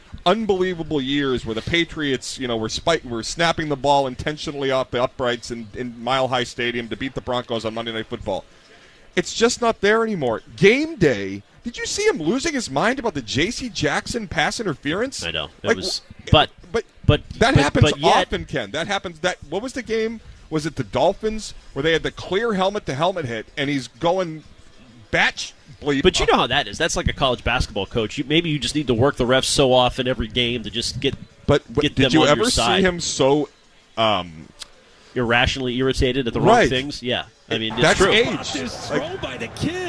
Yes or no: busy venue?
yes